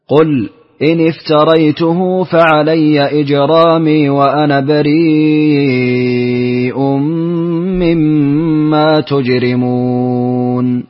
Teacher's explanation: ثم بعد ذلك خلف بالسكت على الساكن المفصول